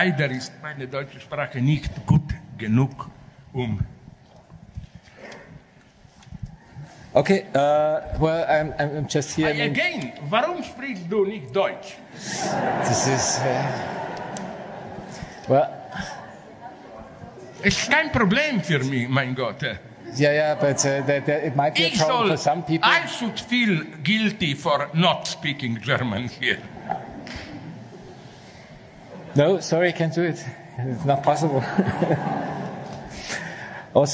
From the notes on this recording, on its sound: Inauguration of the Käte Hamburger Centre for Apocalyptic and Post-Apocalyptic Studies on 14 October 2021 with the Inaugural Lecture